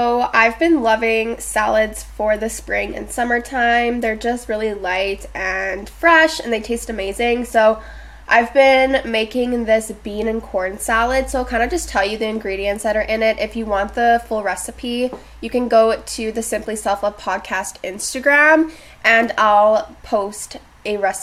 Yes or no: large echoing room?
no